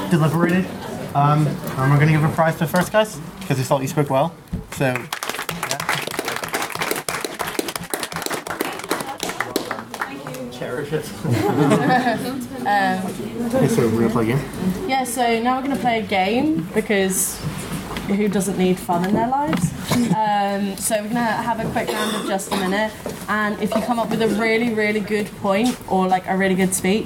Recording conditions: live audience